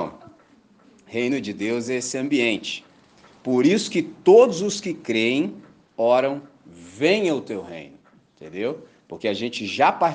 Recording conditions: large echoing room